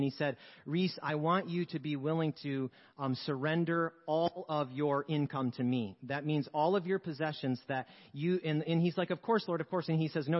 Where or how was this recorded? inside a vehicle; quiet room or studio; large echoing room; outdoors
large echoing room